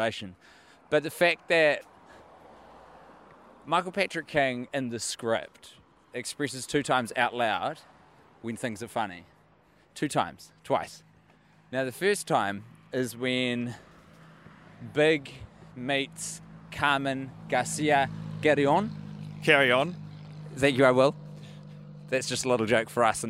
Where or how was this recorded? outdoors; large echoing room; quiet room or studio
outdoors